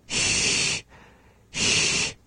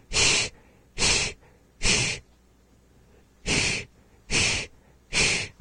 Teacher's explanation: And maybe the dorsum area of the tongue, the middle area of the tongue, comes up slightly and creates a narrow passage in which we blow air from the lungs through the mouth. · Term: sha